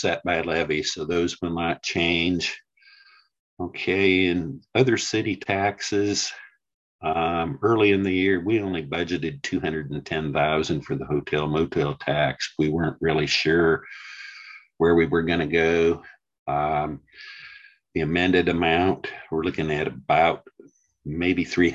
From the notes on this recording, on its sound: University Heights City Council Meeting of April 25, 2023 was held on Zoom.